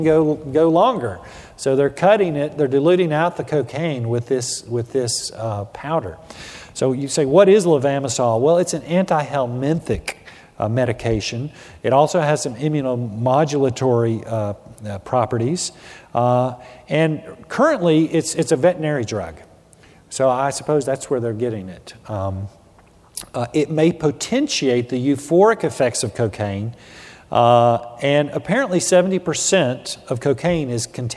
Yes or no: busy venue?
yes